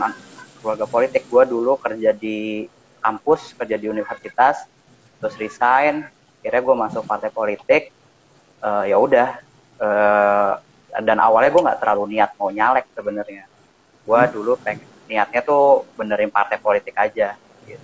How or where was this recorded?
video call